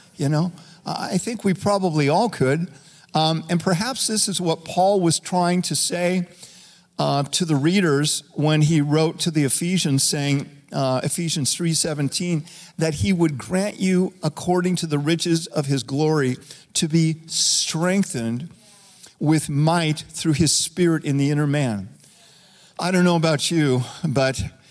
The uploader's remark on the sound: Recorded live at Capital Church in Meridian, Idaho